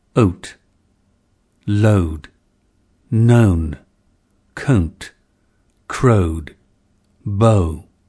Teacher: Number two, the mouth lexical set. This diphthong had a centered onset and started with the schwa, or neutral vowel, resulting in O.